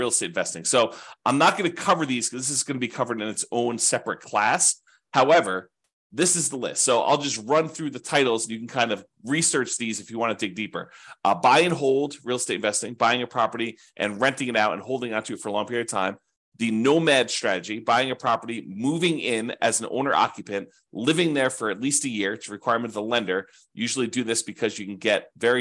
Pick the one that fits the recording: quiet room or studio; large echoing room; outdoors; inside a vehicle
quiet room or studio